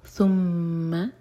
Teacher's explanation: میم پر غنہ، میم کو ہولڈ کریں گے دو سیکنڈس